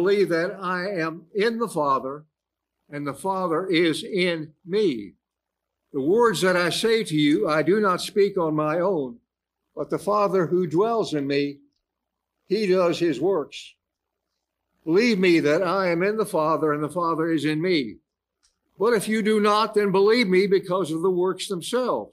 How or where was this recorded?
large echoing room